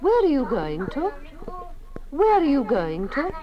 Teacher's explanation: The vowel in to was shorter. It was an oo sound, but shorter. It was not the strong form to, but a weak form.